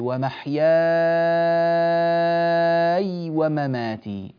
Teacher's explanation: هذا جاء في قوله تعالى قل إن صلاتي ونسكي ومحياي ومماتي، هذه كلمة محياي نمدها ست حركات مدا لازما كلميا مخففا · Term: المد اللازم الكلمي المخفف